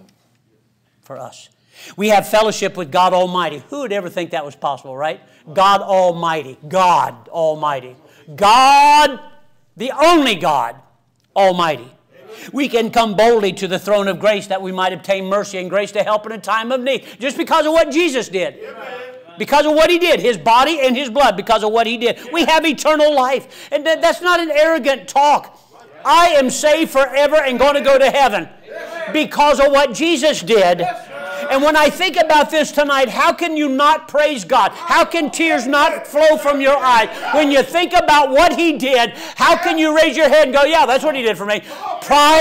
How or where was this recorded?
large echoing room